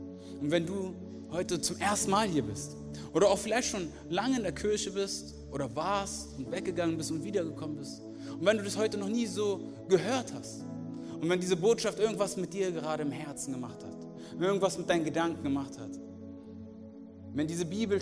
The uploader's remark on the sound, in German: Aus unserem Gottesdienst.